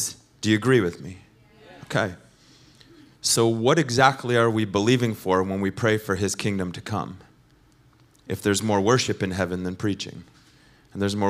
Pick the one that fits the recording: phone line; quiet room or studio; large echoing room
large echoing room